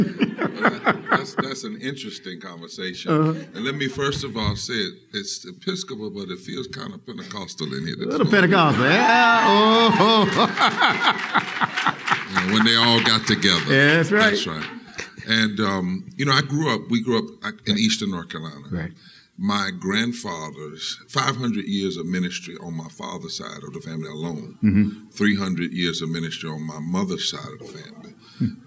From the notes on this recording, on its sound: From our live show at Rooted in Jesus in Atlanta.